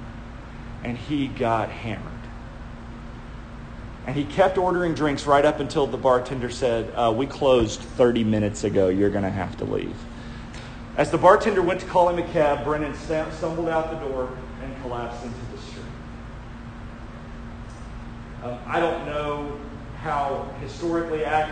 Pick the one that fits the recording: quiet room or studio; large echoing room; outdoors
large echoing room